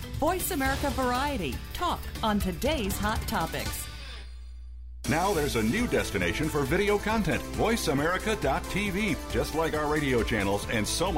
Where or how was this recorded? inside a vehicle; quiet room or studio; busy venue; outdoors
busy venue